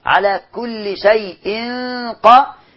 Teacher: هنا بقى اخفاء حقيقي والغنة مفخمة لان بعدها قاف مفخمة مفتوحة